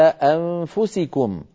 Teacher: والنون مخفاة عند الفاء في قوله تعالى أنفسكم